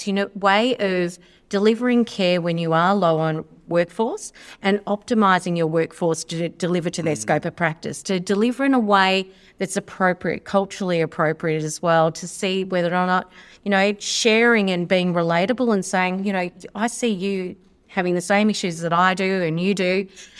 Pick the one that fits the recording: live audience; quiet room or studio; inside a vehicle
live audience